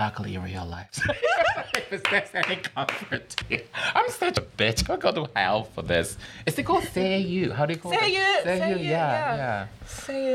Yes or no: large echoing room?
no